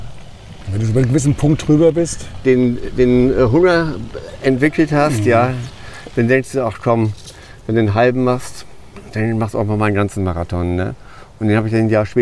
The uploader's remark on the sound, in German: Findet sich der Zuhörer mitten im bayerischen Frankenland wieder. Diese Episode ist der zweite Teil der Aufnahmen im fränkischen Roth. Diesmal am Hafen des Rhein-Main-Donau-Kanals in Roth – dort, wo sich bei der "Challenge Roth" (früher "Ironman Roth") Abertausende durchtrainierter Triathleten erst durch die Fluten des Kanals und zum Schluss über die Laufstrecke schleppen. Am eigentlichen Ort des Geschehens.